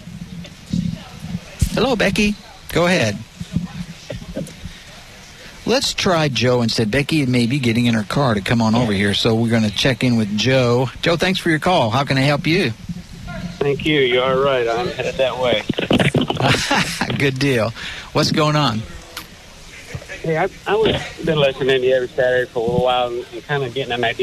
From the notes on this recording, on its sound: KRMG Gardening Show live from the HBA Greater Tulsa Home and Garden Show.